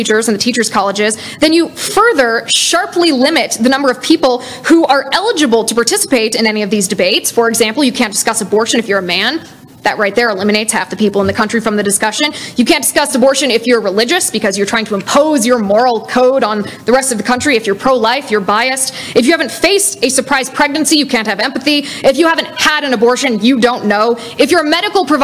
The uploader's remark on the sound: LIVE at Rocky Mountain College